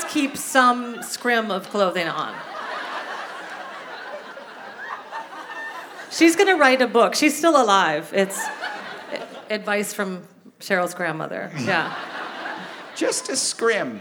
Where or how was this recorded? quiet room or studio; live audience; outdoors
live audience